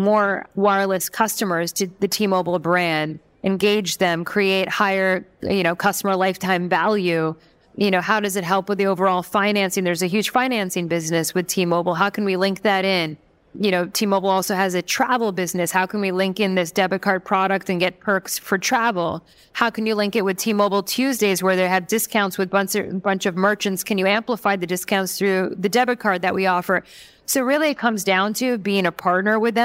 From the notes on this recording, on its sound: Fintech Nexus New York for a live conversation. In this episode, I head to Fintech Nexus New York for a live conversation.